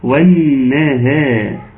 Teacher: الكلمة كلها مرققة ما عدا الحرف الاخير